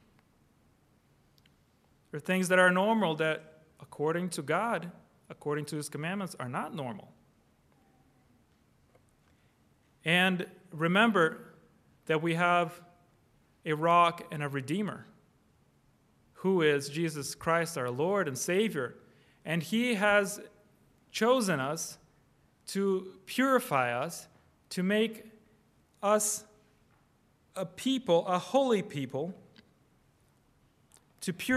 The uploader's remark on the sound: Preached on August 13, 2023 (Evening) at Trinity Presbyterian Church ( Evangel Presbytery ) in Spartanburg, SC. Preached on August 13, 2023 (Evening) at Trinity Presbyterian Church ( Evangel Presbytery ) in Spartanburg, SC.